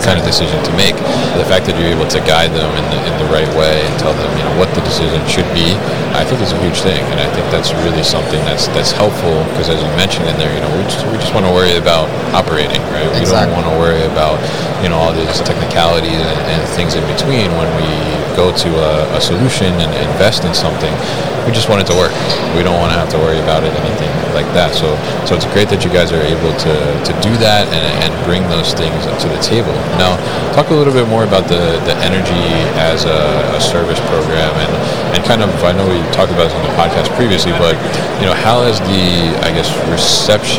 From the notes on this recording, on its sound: UgoWork at MODEX 2022.